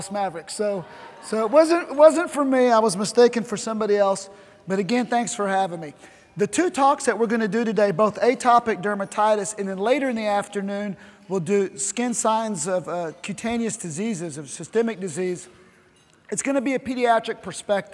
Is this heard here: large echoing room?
yes